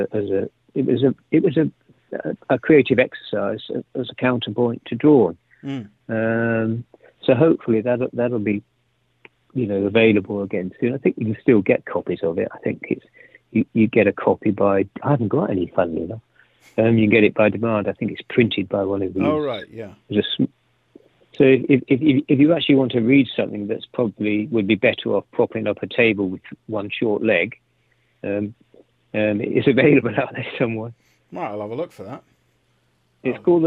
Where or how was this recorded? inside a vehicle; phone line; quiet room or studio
phone line